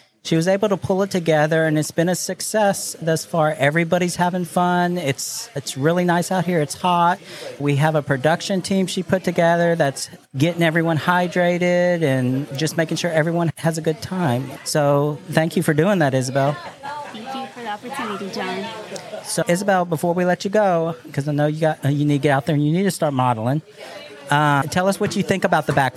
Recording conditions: busy venue